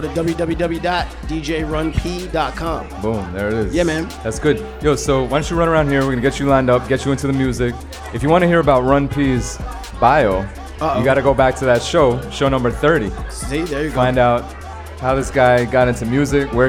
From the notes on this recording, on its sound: Originally broadcast live on June 20, 2016 from the storefront of The Late Late Bar on Houston Street in New York City.